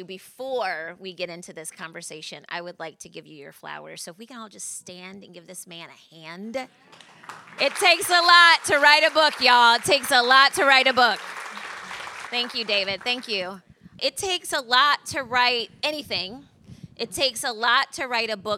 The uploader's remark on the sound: Launch Event (Full Recording)